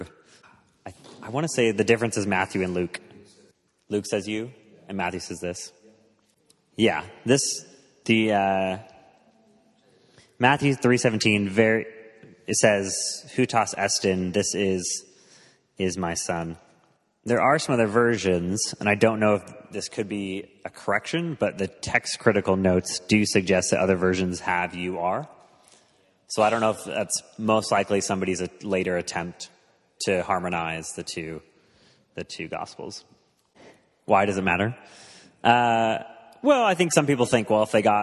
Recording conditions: live audience